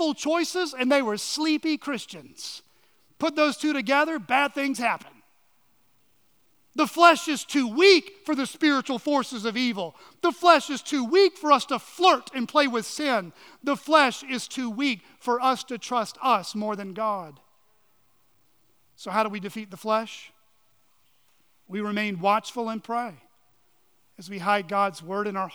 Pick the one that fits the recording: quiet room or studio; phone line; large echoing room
large echoing room